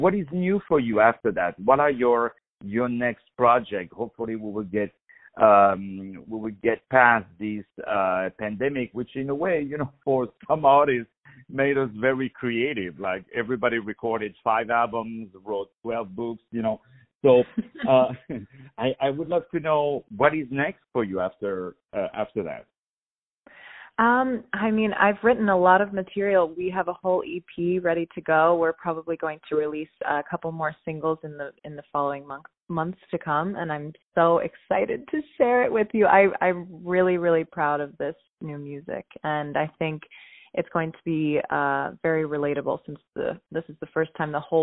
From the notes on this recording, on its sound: On the phone